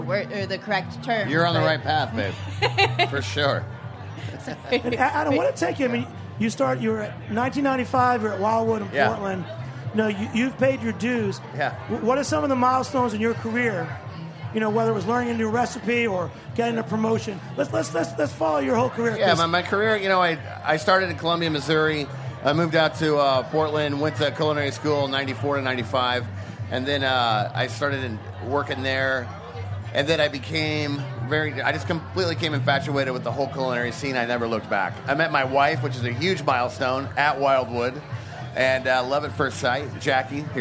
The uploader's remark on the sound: Broadcast from the Charleston Wine + Food Festival.